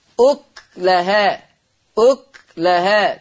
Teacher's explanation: فآتت أكلها، تقرأ بسكون الكاف